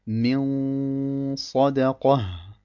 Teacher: Wir merken schon, dass das Einzige, was übrig bleibt, die Runna vom Nun ist. Das Nun an sich verschwindet, nur seine Runna bleibt übrig. · Term: Al-Ikhfa